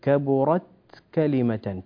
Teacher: كذلك كبرت كلمة، تسكن التاء ولا تقلقلها